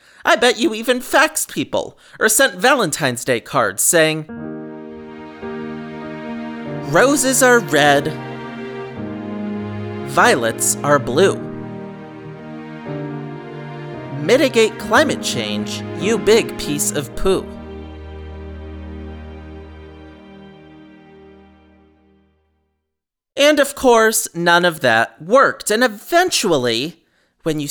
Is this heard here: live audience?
no